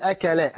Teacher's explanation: قل أكلا، ألف همزة فتحة آ، كاف فتحة كا، لم فتحة لا، أكلا. أنا ما أنطق الألف لكن نطقت الهمزة